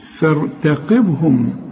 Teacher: الف والتاء مرققين، والباء هنا قلقلة